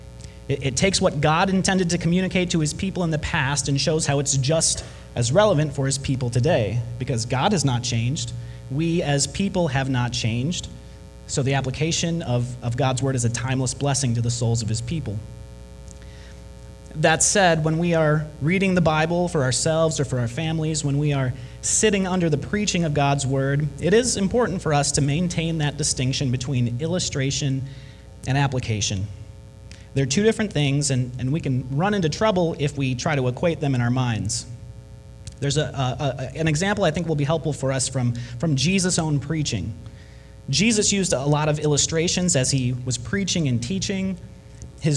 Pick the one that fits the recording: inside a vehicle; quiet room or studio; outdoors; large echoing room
large echoing room